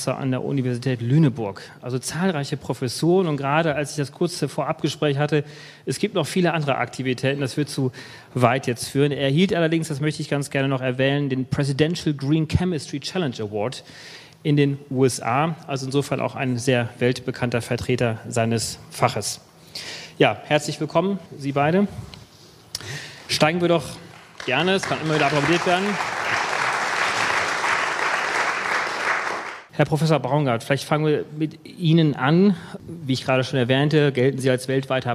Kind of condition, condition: setting, live audience